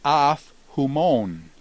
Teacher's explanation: Now, as we look at af humon, we note that if a preposition ends in a vowel and it's followed by a word that begins with a vowel and also has the rough breathing, the final vowel in the preposition drops out and the p actually compensates by going up to a phi. So with the rough breathing and a vowel following a vowel final preposition, the consonant actually compensates for the dropping of the vowel.